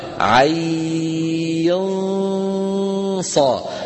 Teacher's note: في إخفاءها عين صا، نخفي النون عند الصاد